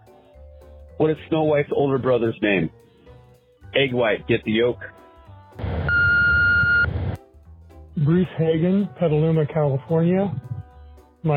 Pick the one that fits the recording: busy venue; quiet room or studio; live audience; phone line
phone line